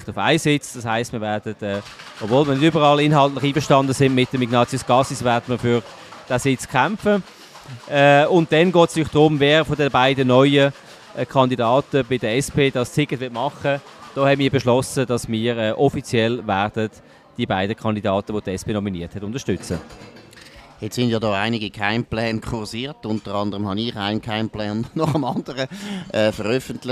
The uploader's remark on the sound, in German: Live aus der Bellevue-Bar